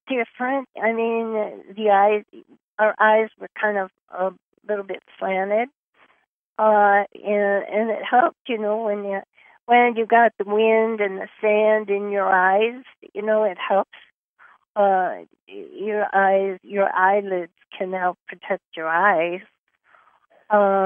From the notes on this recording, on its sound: Conference Call LIVE